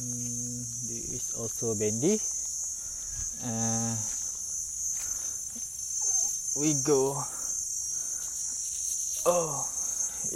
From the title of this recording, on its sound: Take a walk outside my house!